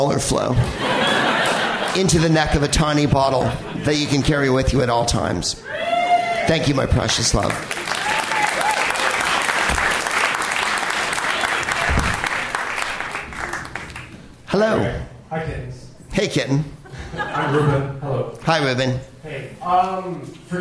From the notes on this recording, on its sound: Live from The Bell House in Brooklyn, NY